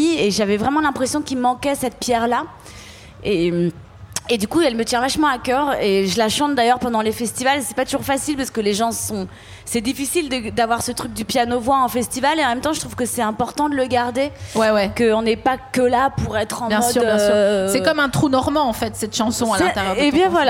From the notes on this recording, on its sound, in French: Produit par Binge Audio, enregistré en juin 2022 au festival We Love Green (Bois de Vincennes).